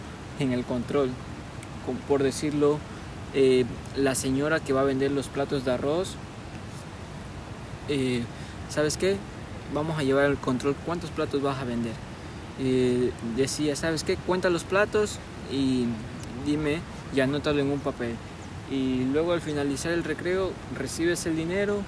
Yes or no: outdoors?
yes